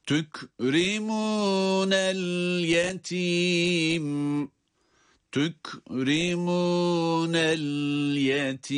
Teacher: Onun için sadece sondaki el yetim kelimesini okurken, bitirirken mim harfinin gunneli olmasına dikkat edeceğiz